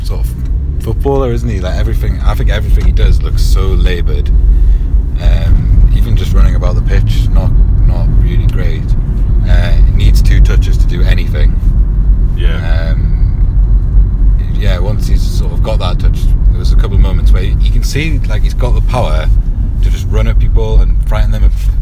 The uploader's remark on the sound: Talk to you from the car on the way back from Birmingham.